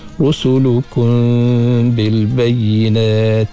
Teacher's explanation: Ikhfa, dengung di bibir kita tu, kun dengan renggang sikit bibir mulut kita tu, cara ikhfa dah. · Term: ikhfa syafawi